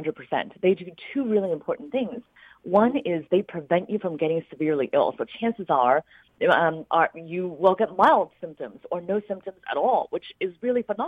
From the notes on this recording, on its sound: plays portions of a phone call